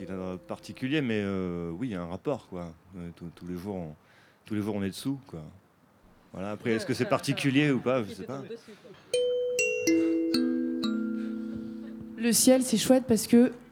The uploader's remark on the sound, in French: À la Cité des Arts de la rue dans le cadre d'Un été aux Aygalades et diffusée en direct sur Radio Grenouille.